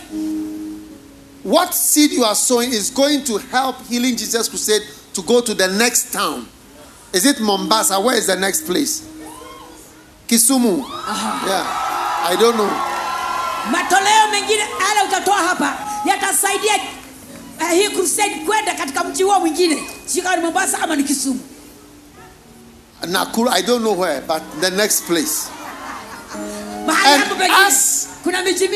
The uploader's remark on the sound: Preached at the Healing Jesus Crusade, Nyeri-Kenya, on the 2nd & 3rd December, 2022.